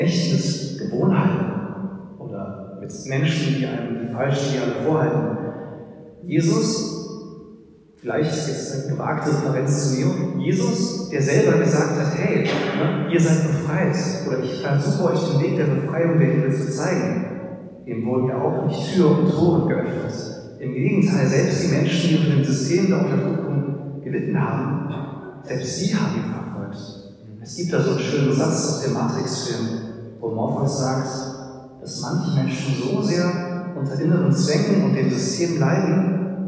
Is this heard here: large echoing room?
yes